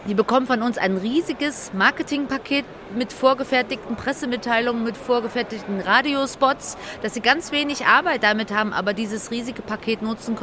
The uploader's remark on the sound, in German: Live von der area30